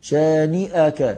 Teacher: شانئك، طب ما فيش مد، أنت ليه بتمد؟ تقول إن شانئك، من النون للشين لا تفصل بينهما بمد